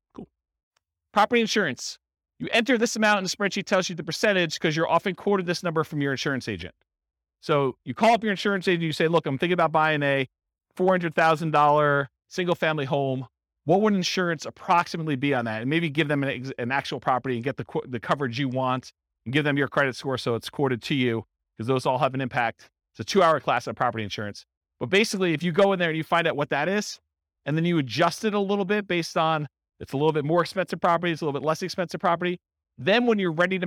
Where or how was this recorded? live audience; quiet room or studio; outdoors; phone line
live audience